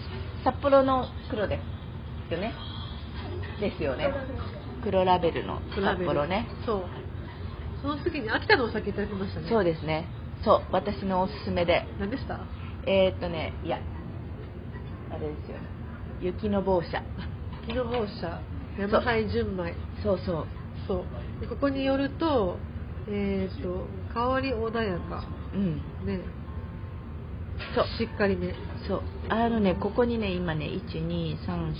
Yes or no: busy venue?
yes